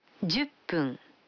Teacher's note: Вы заметили, что когда фун добавляется к 10, дю, то произносится пун